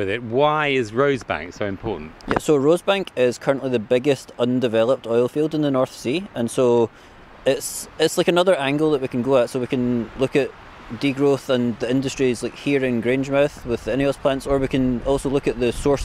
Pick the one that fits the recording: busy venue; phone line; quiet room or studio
busy venue